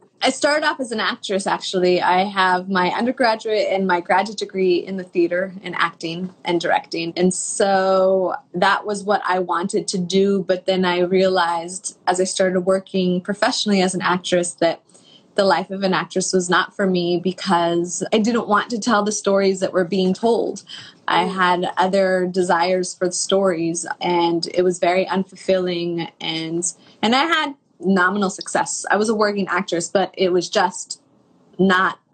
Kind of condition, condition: link, video call